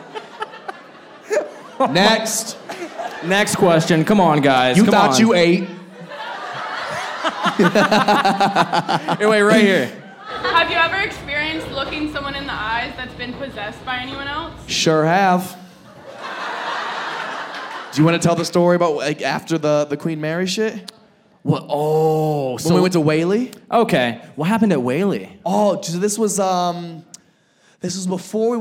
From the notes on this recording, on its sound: Live crowd work show. This episode was filmed in front of a live audience at a comedy club.